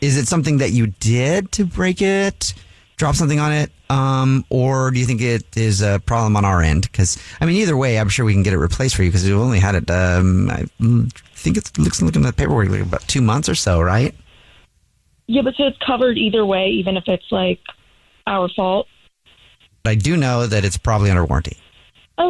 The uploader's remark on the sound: is on the phone today